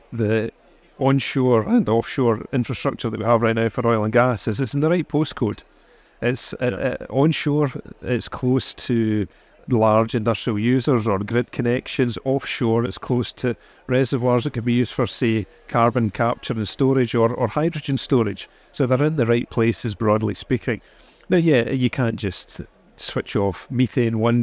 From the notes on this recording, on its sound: On this podcast recorded live at Offshore Europe 2023